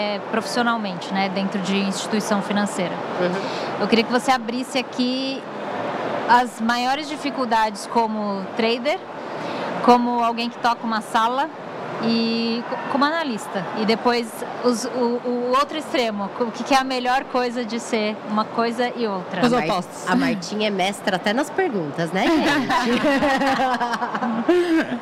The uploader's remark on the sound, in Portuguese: gravado direto da Expert XP 2023